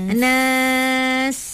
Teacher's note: Kena bunyi desiran pada sin tu.